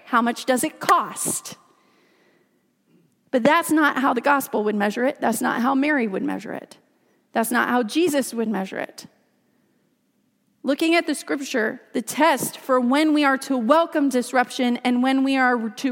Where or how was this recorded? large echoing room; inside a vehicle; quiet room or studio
large echoing room